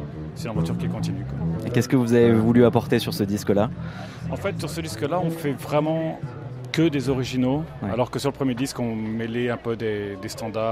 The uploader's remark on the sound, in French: En direct de Jazz à Vienne 2022